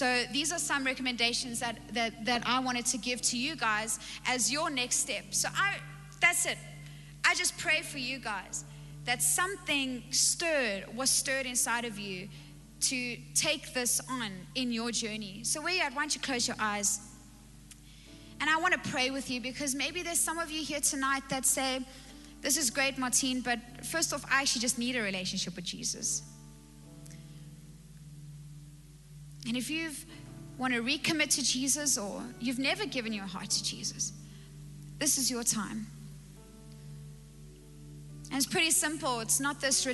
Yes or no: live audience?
yes